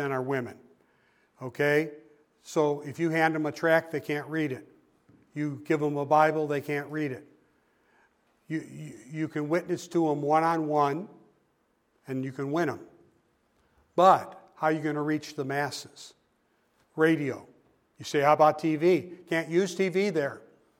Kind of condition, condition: setting, large echoing room